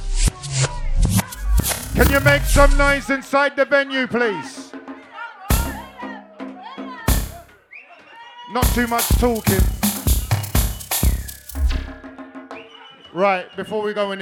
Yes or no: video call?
no